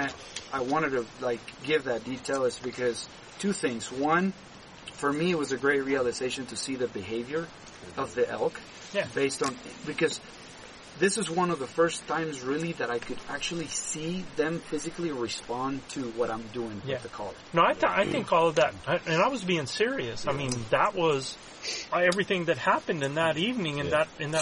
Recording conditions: outdoors